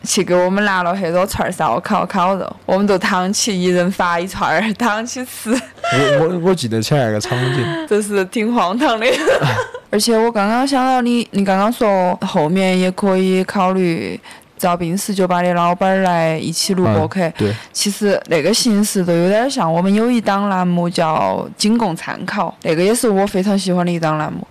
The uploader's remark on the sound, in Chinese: 本期播客在赞拉河河边录制，所以会有点杂音请各位谅解。